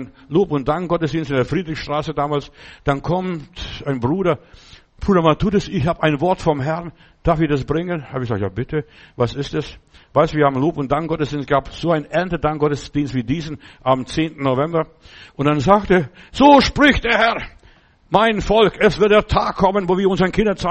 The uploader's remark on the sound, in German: Oktober 2023 im Gemeinde-Zentrum in Berlin aufgenommen.